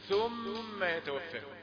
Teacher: ثم بتخرج لسانك فيها حرف لثوي